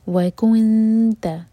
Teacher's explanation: جب نون پر پہنچیں تو ہوٹ گول نہ رہیں اور نون پر اخفا کریں گے